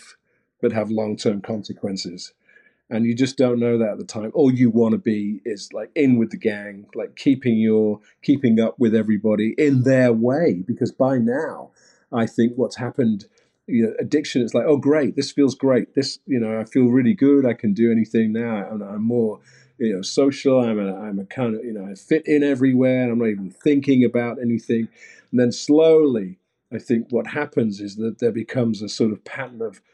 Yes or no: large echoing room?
no